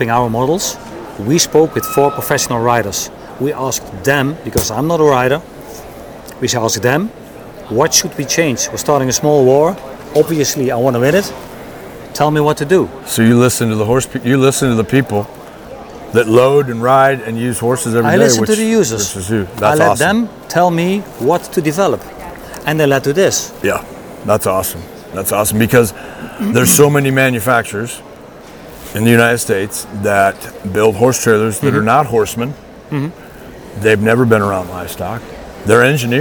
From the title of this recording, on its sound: LIVE FROM NATDA SHOW IN NASHVILLE